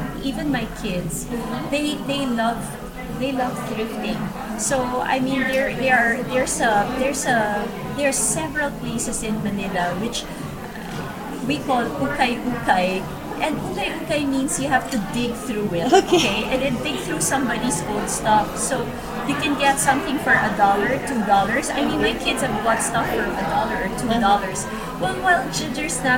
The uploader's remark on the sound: During the last edition of Playtime New York in February we recorded a podcast. Unfortunately, there was a significant amount of background noise in the room that affected the clarity of the audio. We sincerely apologies for the poor quality of the record.